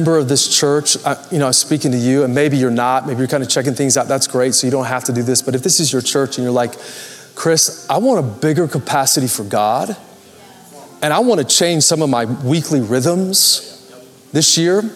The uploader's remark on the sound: Recorded Live at Capital Church Meridian, Idaho